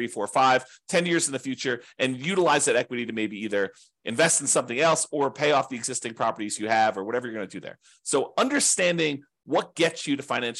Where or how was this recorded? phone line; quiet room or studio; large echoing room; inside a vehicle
quiet room or studio